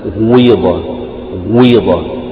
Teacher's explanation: والحرف الأول تنطق به يعني بين الضم والكسر، الإشمام يعني أو بعبارة أخرى يعني بجزء ضم وجزء كسر، وجزء الضم هو المقدم تبدأ به وبعدين جزء الكسر هو · يعني تضم الشفتين وتبدأ يعني نفس القاف يكون فيها جزء ضم وجزء كسر